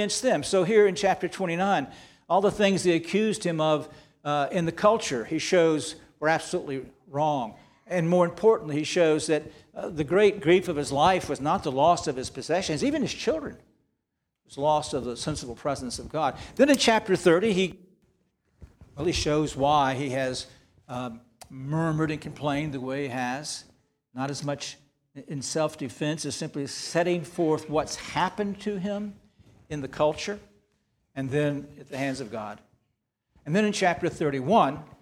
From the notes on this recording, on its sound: This sermon was preached on September 10, 2023 at Antioch Presbyterian Church, a mission work of Calvary Presbytery of the Presbyterian Church in America located in Woodruff, South Carolina.